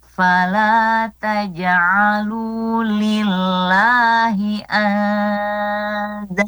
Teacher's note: Nun sukun bertemu huruf dal ya. Dibaca samar ya, ikhfa dan didengungkan.